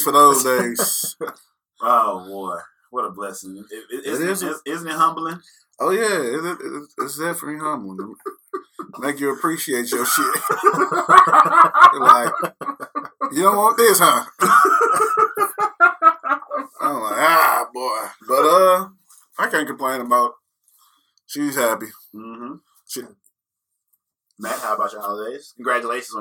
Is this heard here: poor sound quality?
yes